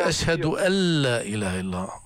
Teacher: ما بصير تلفظ النون، لازم تحط اللام